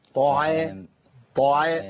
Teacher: العين والالف والميم مرققين والطاء مفخمه